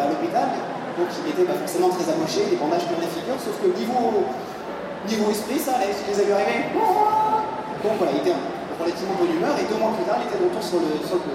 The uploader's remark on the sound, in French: Cinquième conférences enregistrées dans le cadre du TGS 2017. Conférence TGS 2017. Cinquième conférences enregistrées dans le cadre du TGS 2017.